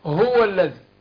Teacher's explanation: الهمزة والهاء بيخرجوا من اقصى الايه، من اقصى الحلق. همز فهاء ثم عين حاء مهملتان، فالاول حاجة الهمز والهاء، فالاتنين في اقصى الحلق.